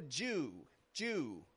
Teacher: if we go Jew, Jew, we're giving more stress to the word you. Both are appropriate, it just depends on the context.